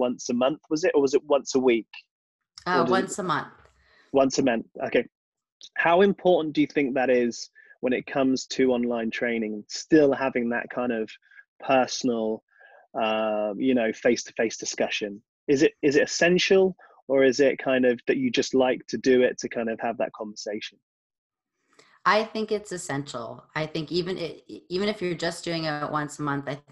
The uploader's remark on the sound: This podcast was recorded online during COVID-19 lockdown.